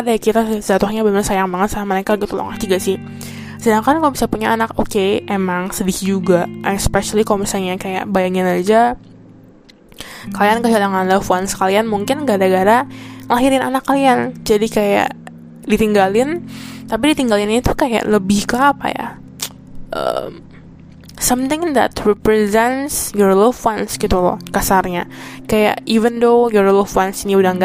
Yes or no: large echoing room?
no